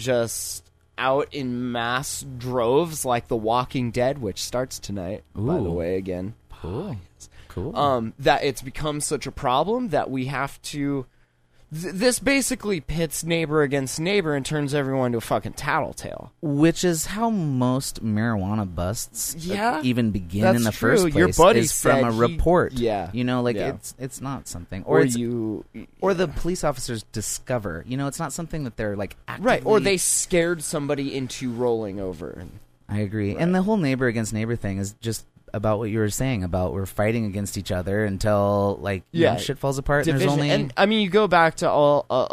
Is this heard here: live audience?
no